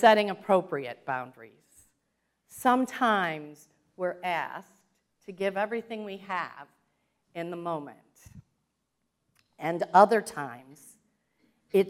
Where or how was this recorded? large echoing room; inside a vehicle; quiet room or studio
large echoing room